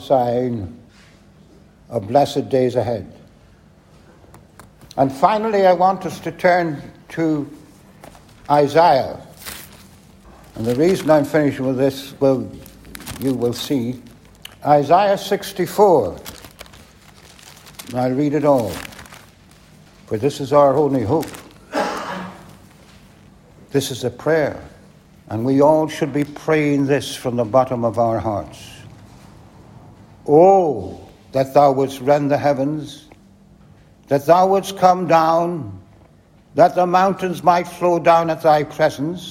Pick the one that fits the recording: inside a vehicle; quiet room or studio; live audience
live audience